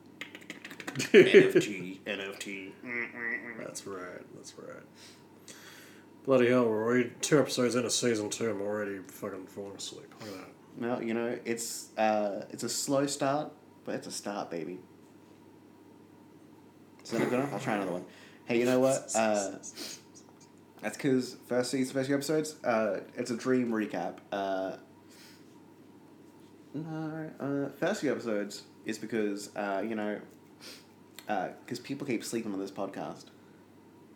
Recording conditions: sounds in the background